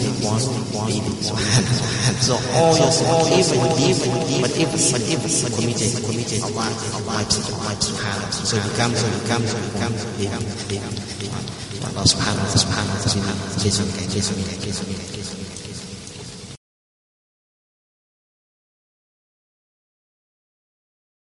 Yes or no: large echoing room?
yes